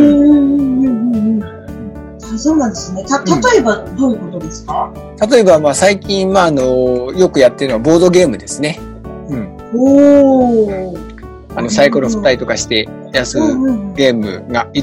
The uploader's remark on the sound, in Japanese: 初のzoom収録に挑戦！なので今回はお互いの自宅からパソコンを使ったリモート収録に初挑戦！